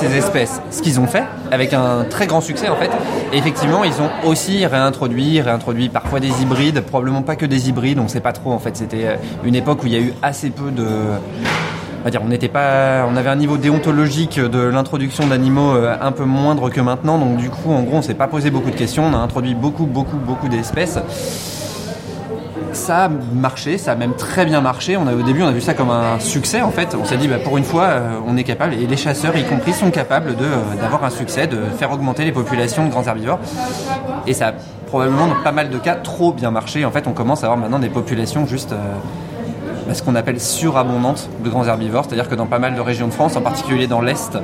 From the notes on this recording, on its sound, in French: nous sommes allés lever le coude à Rennes